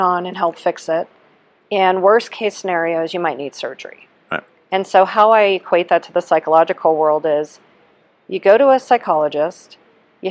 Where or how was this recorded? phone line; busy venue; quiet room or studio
busy venue